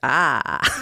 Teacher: I will acknowledge that in my own accent, now that I've like looked deeply into it, we don't really say R as R. We say it as ah.